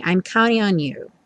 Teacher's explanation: o counting, muitas vezes, vai ter a pronúncia reduzida para counting. Ou seja, o T some e você só escuta mesmo o N.